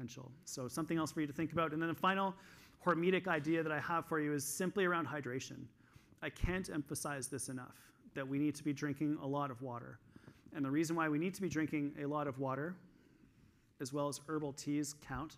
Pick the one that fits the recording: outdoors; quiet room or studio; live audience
live audience